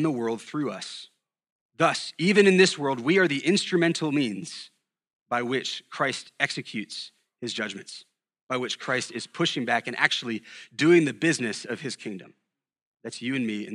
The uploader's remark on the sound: at Sojourn Galleria Church